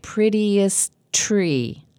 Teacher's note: In this case, we have two T sounds together, one at the end of the word and one at the beginning. You can put your tongue behind your teeth for the first T, but not release it until you say the second one. Instead of prettiest tree, it sounds like prettiest tree, linked together.